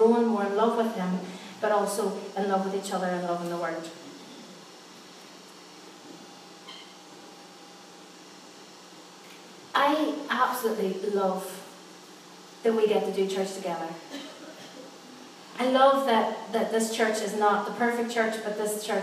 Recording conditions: large echoing room